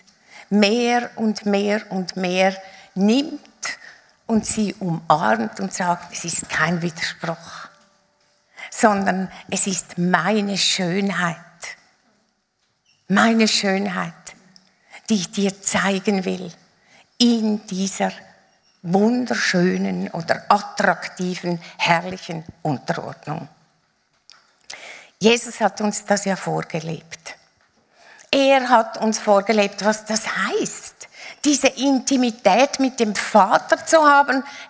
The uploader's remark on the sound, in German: Live aus Winterthur der Dienstagsgottesdienst